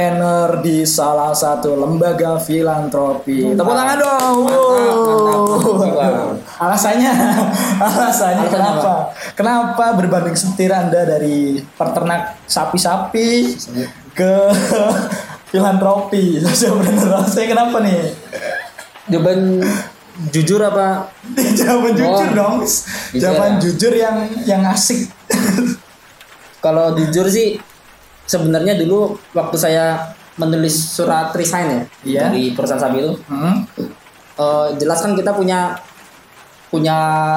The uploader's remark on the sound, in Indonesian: Maap audionya ga terlalu renyah, karena record pake HP jadi ga kriyuk walaupun udah diedit.